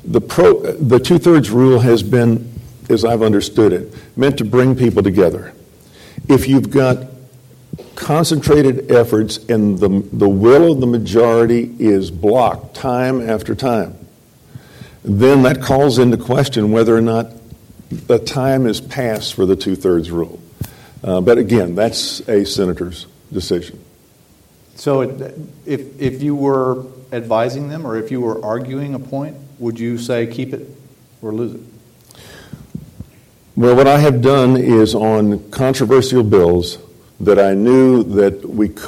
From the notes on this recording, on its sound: during a one-on-one conversation of The Texas Tribune Festival